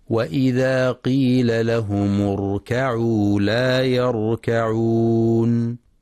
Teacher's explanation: وفي قوله سبحانه وإذا قيل لهم اركعوا لا يركعون، ينتبه القارئ لتحقيق ضم الميم لهم في وإذا قيل لهم اركعوا، وينتبه لترقيق الكاف في كلمة اركعوا وكلمة لا يركعون، فلا يقرأ اركعوا بتفخيم الكاف حتى تقرب من القاف